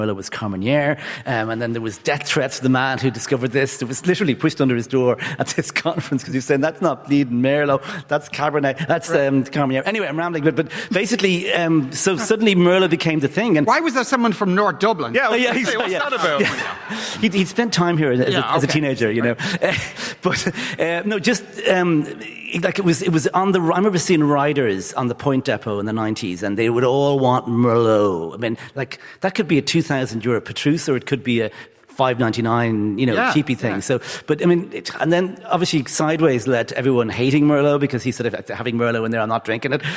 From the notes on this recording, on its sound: LIVE from Triskel Arts Centre in Cork.